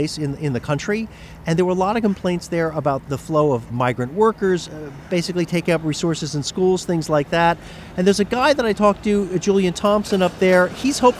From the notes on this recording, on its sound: Reports on mixed views about the new deal from a highway outside the Port of Dover along the English Channel, where truckers are trying to cross the border before rules change in the new year.